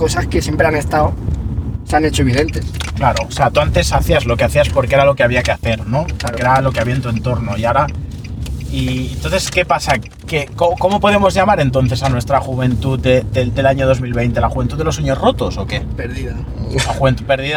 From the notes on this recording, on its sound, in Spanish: grabado en el coche mientras íbamos a alguna parte